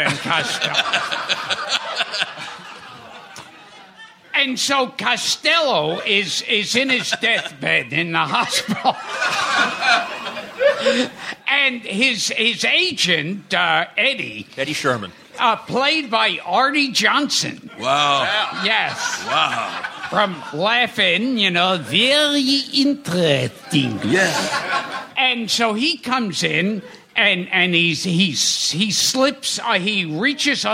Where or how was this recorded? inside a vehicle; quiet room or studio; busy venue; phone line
busy venue